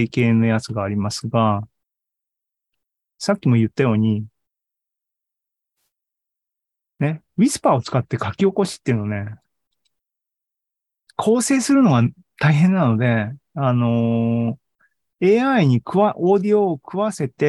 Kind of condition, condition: link, video call